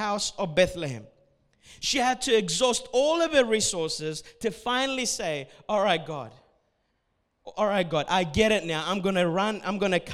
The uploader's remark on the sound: A message recorded at Revive Church Adults service